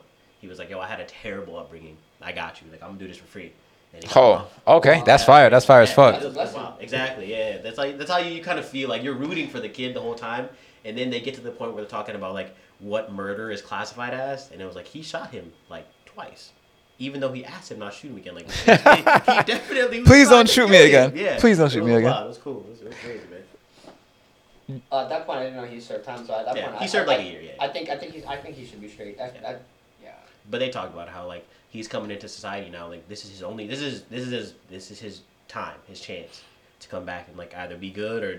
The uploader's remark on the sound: We had some technical difficulties with the mics but we wanted to get the episode out regardless.